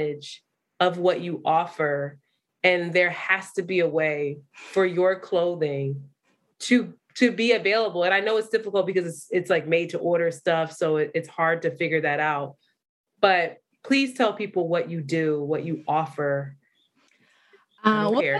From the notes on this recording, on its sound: Technology hated on us again and we had to use zoom audio